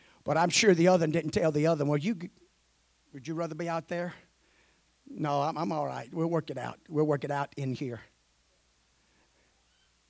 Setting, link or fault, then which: setting, large echoing room